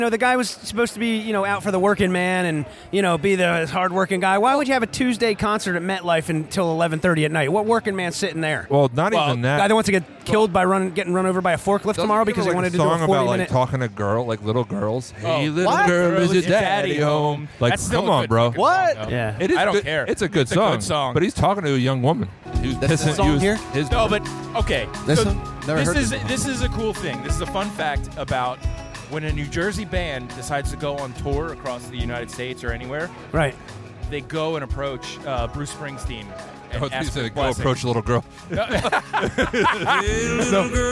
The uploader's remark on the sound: LIVE at Boston Hotsauce Fest! Chatting with Festival-goers and What Sauces We’ve Tried. Talking with festival-goers.